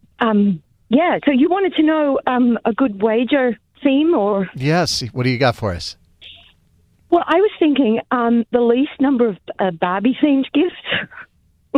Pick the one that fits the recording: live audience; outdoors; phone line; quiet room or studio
phone line